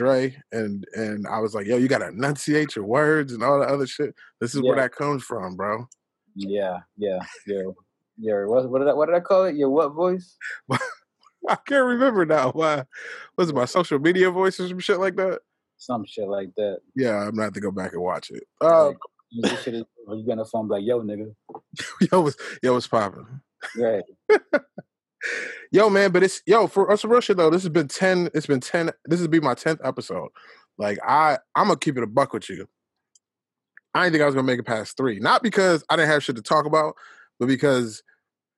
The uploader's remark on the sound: in one zoom room